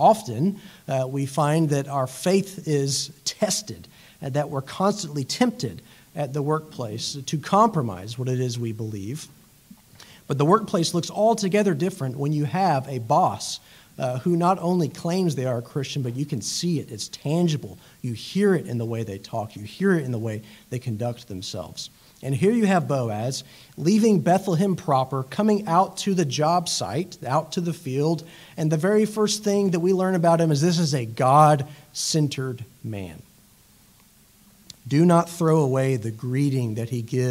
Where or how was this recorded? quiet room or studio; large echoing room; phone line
large echoing room